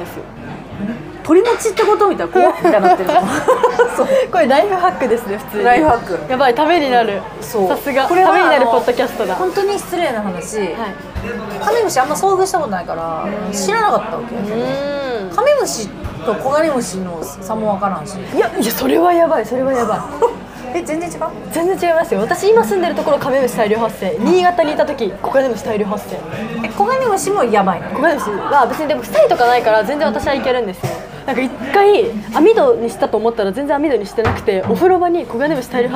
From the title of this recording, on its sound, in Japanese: バイト先で生牡蠣を食べながら収録してみた